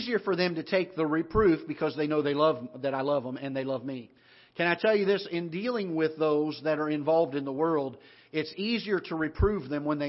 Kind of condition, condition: setting, large echoing room